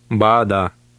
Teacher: Both A's in that word were long, but the first one with the tilde mark was said more emphatically.